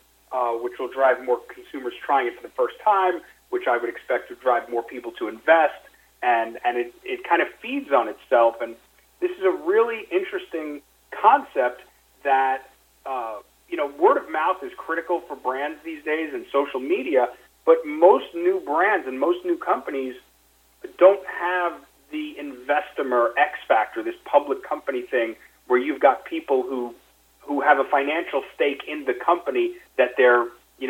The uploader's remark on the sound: called in to SmallCapVoice.